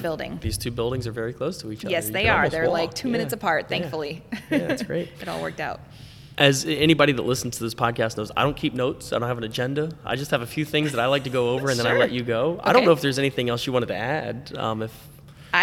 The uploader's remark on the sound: This was shot live, on location, at Vero Beach Museum of Art.